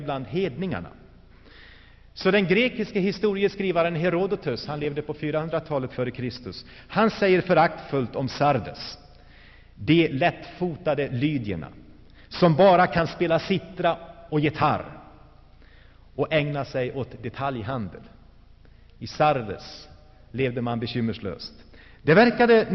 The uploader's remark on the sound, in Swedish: Inspelad i Saronkyrkan, G&#246;teborg 1984-11-18.